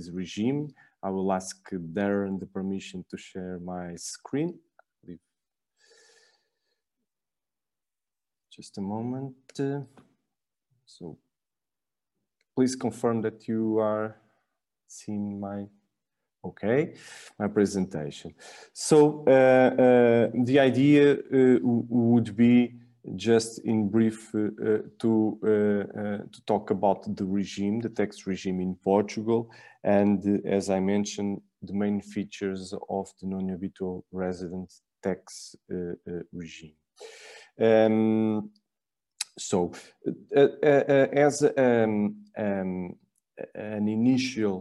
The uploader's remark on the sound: (LIVESTREAM). For those joining us on Zoom.